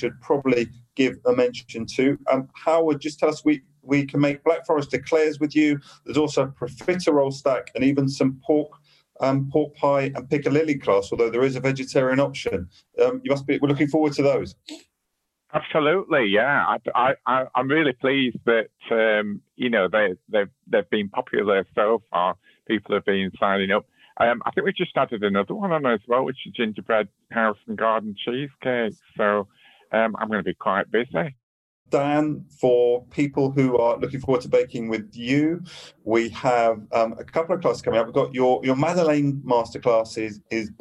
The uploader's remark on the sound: As we recorded this podcast remotely via Zoom.